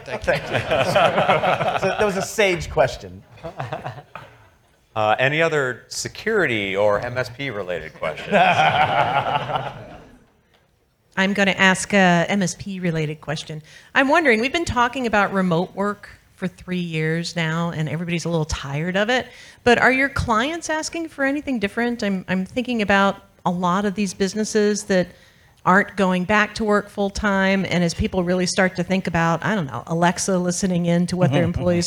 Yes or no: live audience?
yes